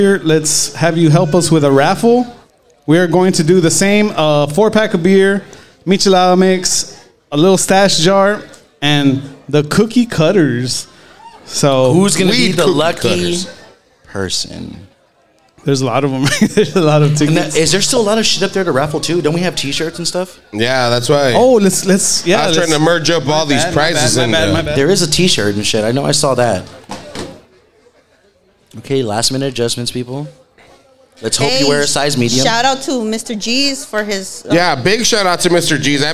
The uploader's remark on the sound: We are live from The Landmark on Tower for our live 420 event. We try some beers, talk to guests and have some contests.